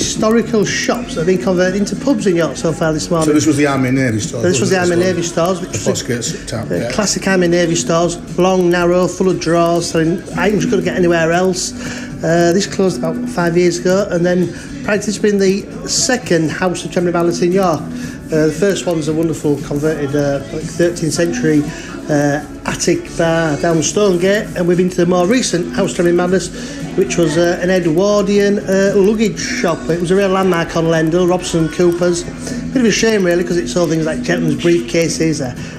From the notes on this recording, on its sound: This podcast was recorded over the August Bank Holiday 2021 – mostly live in Malton and York as our three podcast amigos met up after the summer break, includes a fleeting visit to Scarborough, a day at the Malton Food Festival.